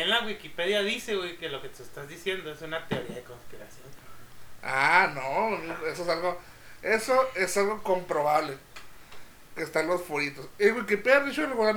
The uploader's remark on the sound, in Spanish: En este capitulo mal grabado